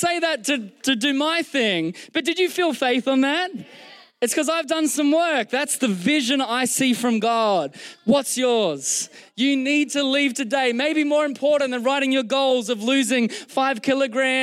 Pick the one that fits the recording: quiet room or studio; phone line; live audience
live audience